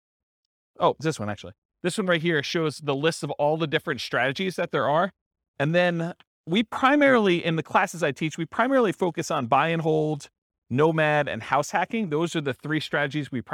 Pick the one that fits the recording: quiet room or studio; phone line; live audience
live audience